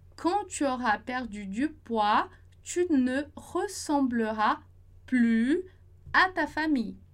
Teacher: a gente não vai pronunciar o S do plus, do plus, da negação